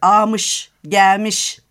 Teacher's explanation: L'yi de düşürerek kullanıyor